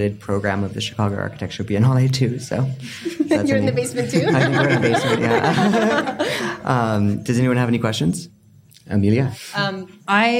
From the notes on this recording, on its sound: at Jai & Jai Gallery in Los Angeles, part of Archinect's first live-podcasting series, Next Up